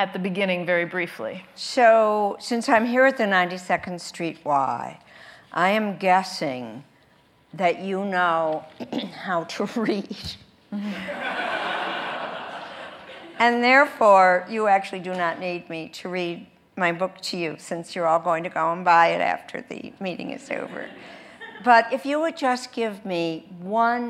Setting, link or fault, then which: setting, live audience